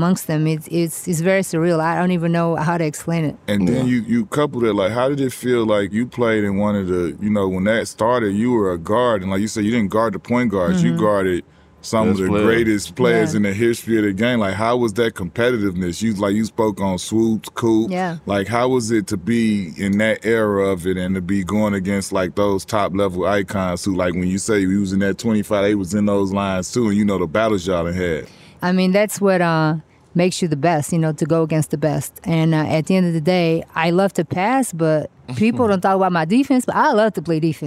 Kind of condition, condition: setting, busy venue